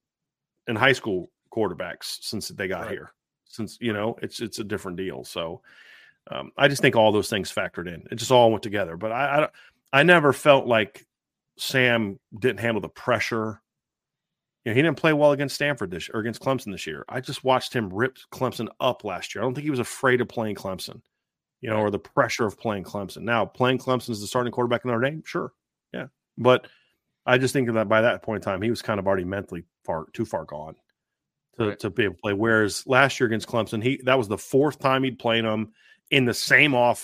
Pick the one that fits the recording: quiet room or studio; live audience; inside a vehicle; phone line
quiet room or studio